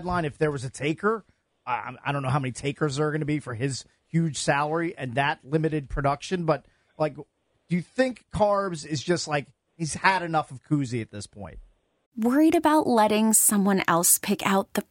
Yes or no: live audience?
no